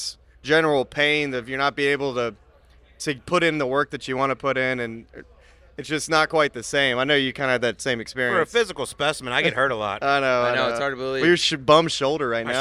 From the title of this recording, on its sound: Subpar Live from Augusta